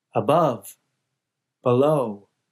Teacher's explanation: Americans generally place the stress later in the word · Term: word stress